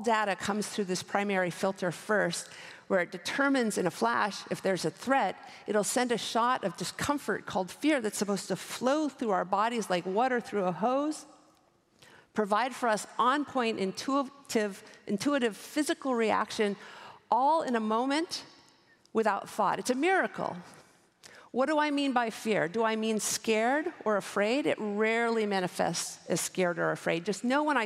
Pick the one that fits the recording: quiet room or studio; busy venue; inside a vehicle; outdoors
busy venue